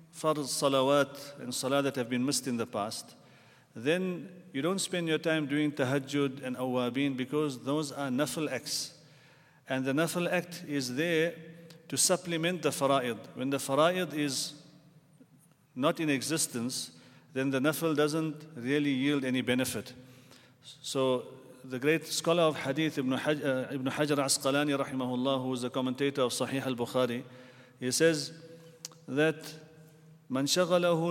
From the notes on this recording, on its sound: at the Houghton Masjid (West Street)